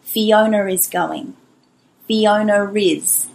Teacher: The R comes at the beginning of the second word.